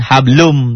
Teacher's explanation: Hablun asalnya. Kenapa jadi hablum? Karena setelah tanwin ketemu mim. Itu teori idgom. Idgom karena ketemu mim ada tasjid disamberin hablum tuh.